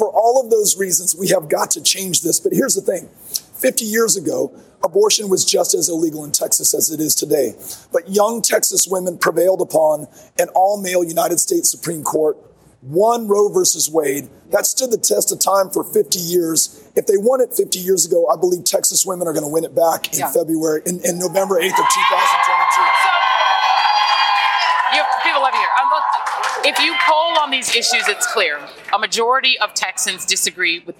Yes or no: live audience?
yes